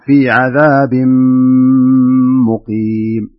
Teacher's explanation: لاحظ هنا عندنا تنوين صحيح؟ صحيح. وبعدها حرف الميم، هنا يكون عندنا إدغام بغنة فتقرأها بهذا الشكل، من في عذاب مقيم، ما تقول عذاب مقيم، عذاب مقيم لا ما تصلح، عذاب مقيم.